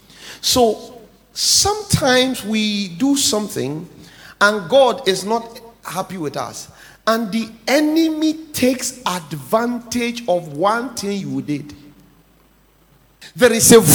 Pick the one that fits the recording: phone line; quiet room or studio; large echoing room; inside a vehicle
large echoing room